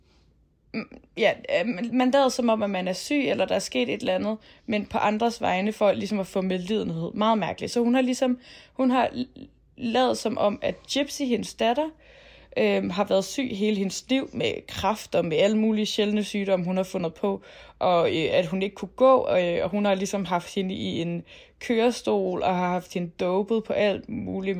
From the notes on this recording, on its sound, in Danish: Så selvom vi begge var sneede mere eller mindre inde og ikke kunne mødes fysisk, har vi bikset en lille podcast sammen til jer optaget på memo-appen på vores telefon.